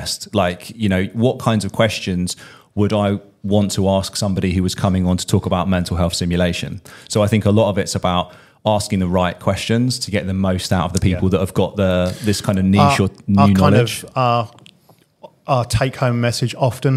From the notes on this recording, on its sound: SimCast - Live From HPSN 2023. Present their podcast live from the Human Patient Simulation Network 2023 Conference in Nottingham.